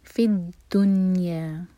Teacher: फिद दुनिया नून पर सुकून है, तो नून पर हमें इजहार करना है, ये एक्सेप्शंस में से एक वर्ड है, तो नून पर झटका ना आए और ना ही कसरा का साउंड आए